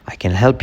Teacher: Mira como uno la help con la Y.